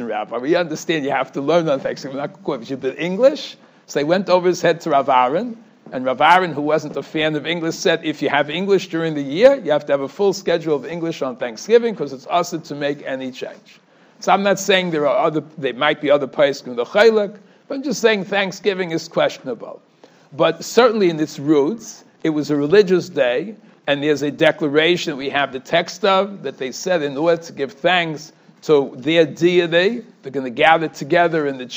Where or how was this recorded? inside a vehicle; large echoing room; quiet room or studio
large echoing room